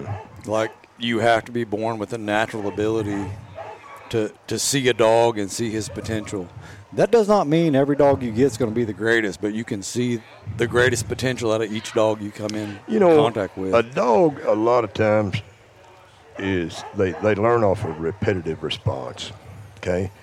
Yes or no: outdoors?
yes